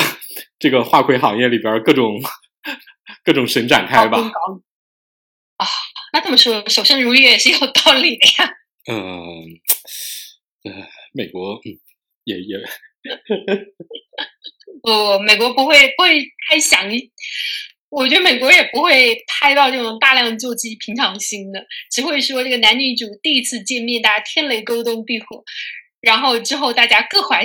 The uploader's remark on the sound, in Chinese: 对录音质量的抱歉